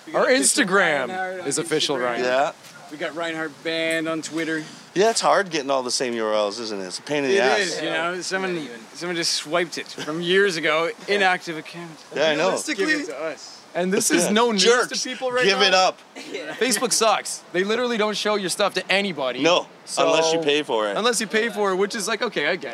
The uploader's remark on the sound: Live from HitsFest in Uxbridge.